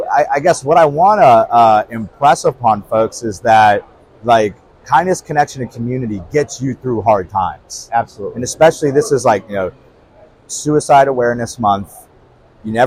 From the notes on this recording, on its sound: Live from GSX 2023. Outside of the show floor on Day 3 at GSX.